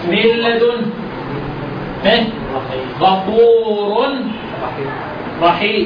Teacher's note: الادغام بلا غنة او بغير غنة عند اللام والراء